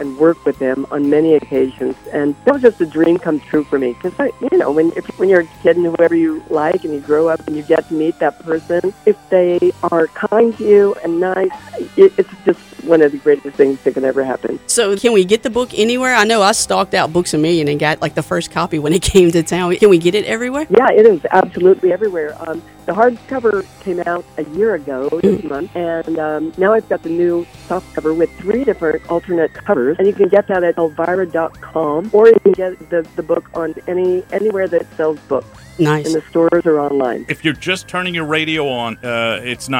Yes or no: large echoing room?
no